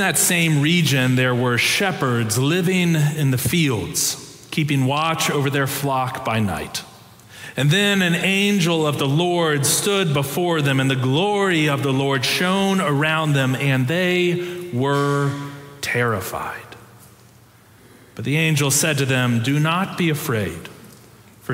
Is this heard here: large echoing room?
yes